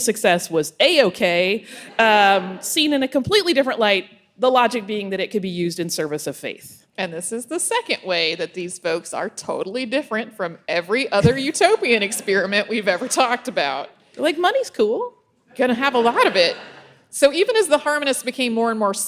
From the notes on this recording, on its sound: We did a live show for the Indiana Historical Society